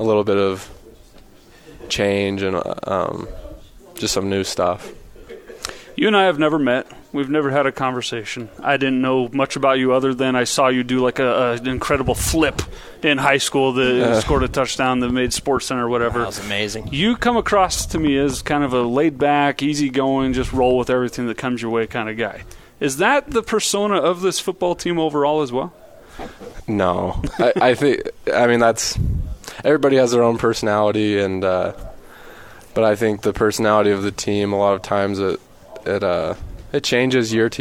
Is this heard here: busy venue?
yes